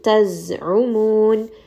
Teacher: We are going to give zay a little bit of that buzzing sound. Taz'umun. A little bit buzzing followed by mad'arid lissukun.